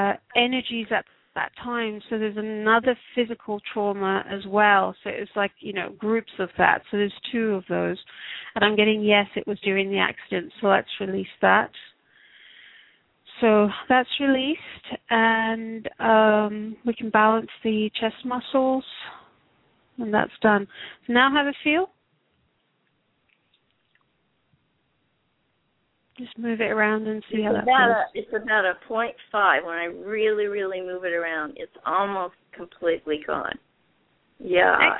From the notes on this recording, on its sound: Takes your calls for healing live today!